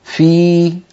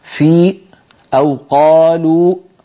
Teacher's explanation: الكلام ذاته يقال عند الياء، لما نقول مثلا في فنجد بأن صوت الياء تخامد وتلاشى ولم ينبتر عند نقطة معينة · Shown in: first take